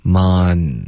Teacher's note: 注意音节结尾的 n 一定要顶舌尖